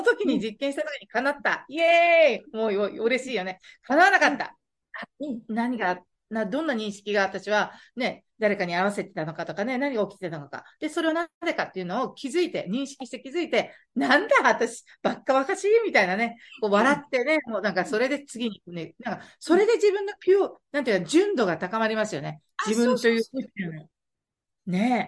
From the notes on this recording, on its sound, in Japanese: オンラインでの収録のため所々聞きずらいところもありますが、何とぞご了承ください。